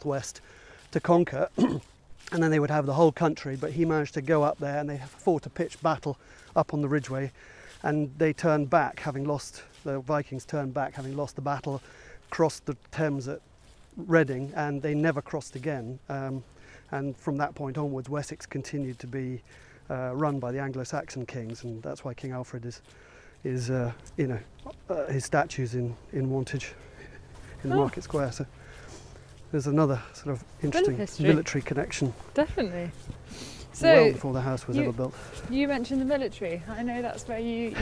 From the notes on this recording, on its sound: Walking around Ardington House in Oxfordshire